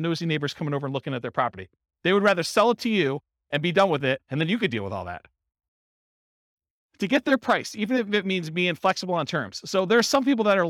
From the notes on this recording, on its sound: This was a live class recorded